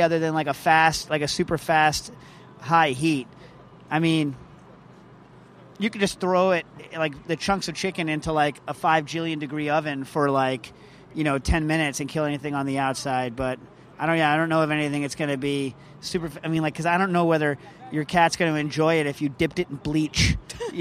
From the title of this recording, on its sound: LIVE From Bass Pro Shop in Bridgeport, CT